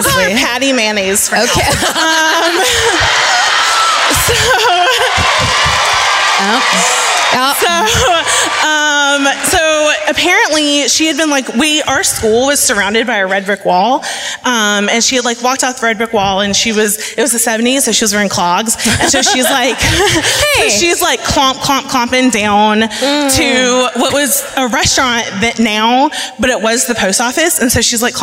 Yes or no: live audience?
yes